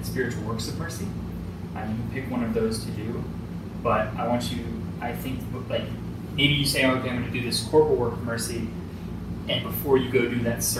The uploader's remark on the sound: We apologize for the audio issues this week